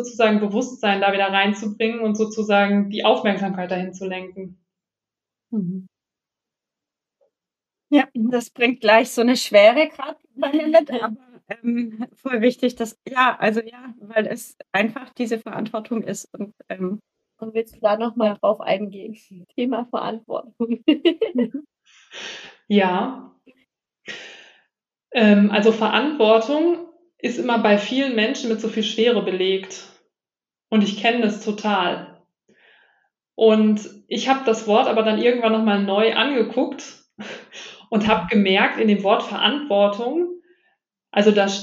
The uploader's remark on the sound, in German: Wir hatten leider ein paar technische Probleme bei diesem Interview.